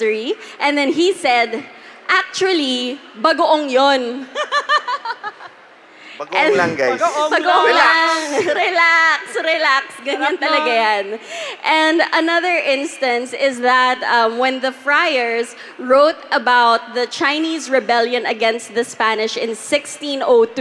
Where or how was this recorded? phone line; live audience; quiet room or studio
live audience